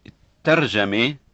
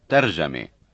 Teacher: Long consonant versus short consonant in word initial position